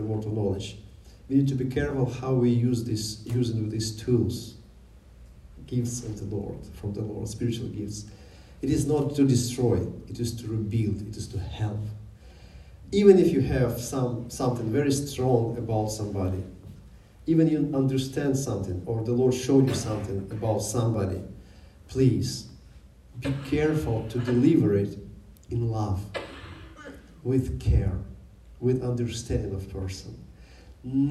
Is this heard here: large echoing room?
yes